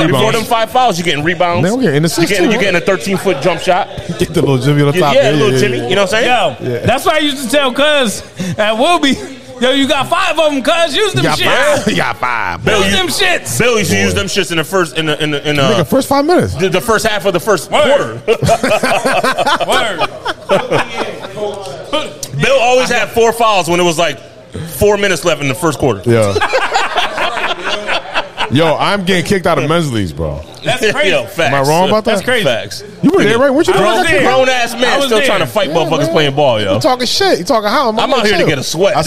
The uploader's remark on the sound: The bunch recorded with their 1st live audience. Talked with the audience.